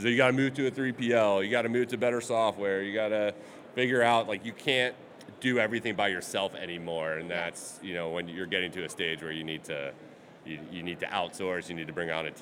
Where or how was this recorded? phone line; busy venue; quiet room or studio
busy venue